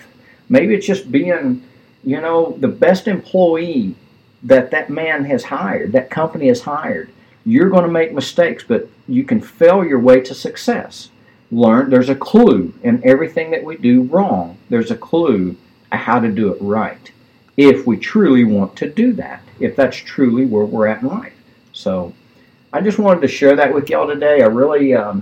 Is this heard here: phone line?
no